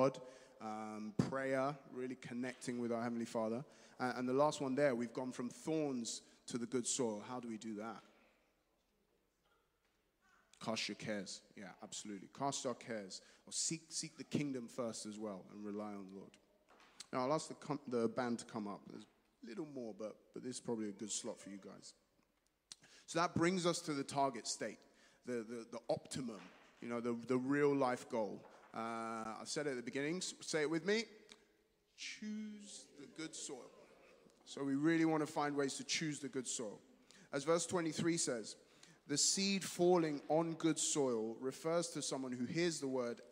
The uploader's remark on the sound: Streamed live at St Paul's Shadwell